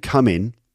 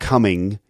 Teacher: So for an ING, it sounds like an N. · Shown in: first take